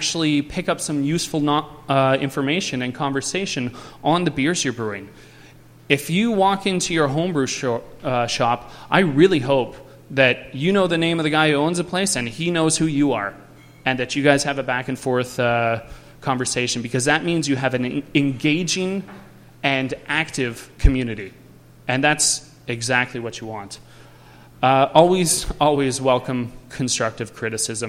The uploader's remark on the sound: Recorded live at the Great Canadian Homebrew Conference put on by the Canadian Amateur Brewers Association.